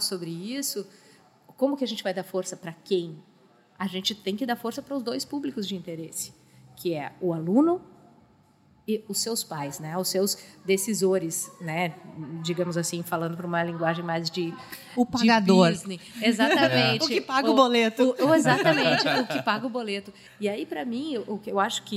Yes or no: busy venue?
yes